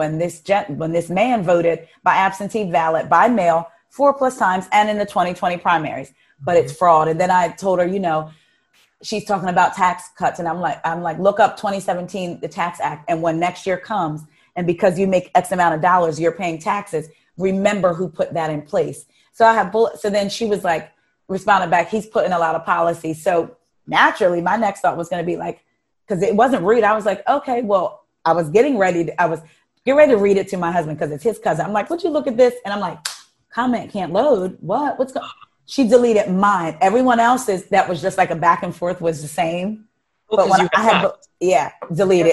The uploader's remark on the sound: Zooms straight into my kitchen